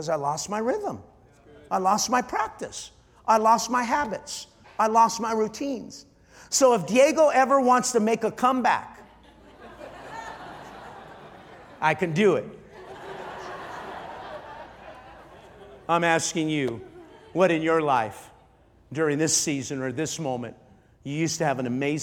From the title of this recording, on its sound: Night 4 | Life Church Conference